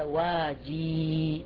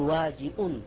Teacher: فقال واجي أصله واجئ، فسهل الهمزة فتولد منه فأبدل الهمزة من الياء، جاء بالياء بدل الهمزة، فصار واجي، ثم قال واج يشجج رأسه بالفهر واج، وأصل واجئ.